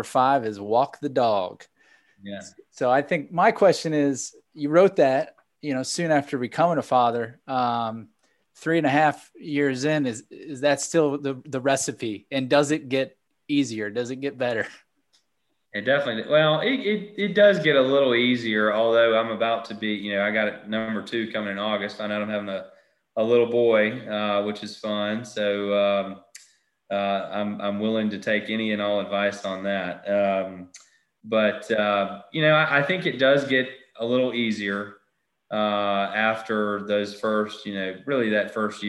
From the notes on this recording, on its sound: For our very first live edition of the Bag Drop. An in-person-via-Zoom conversation with the society.